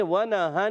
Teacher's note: तशदीद है। अब देखें इसको हमने जल्दी से पढ़ना है, मगर इसमें थोड़ा सा एक अलिफ का गुन्ना करना है